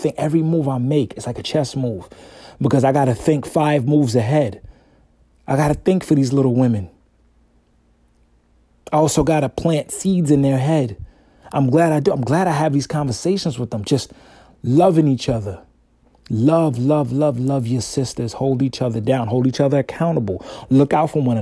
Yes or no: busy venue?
no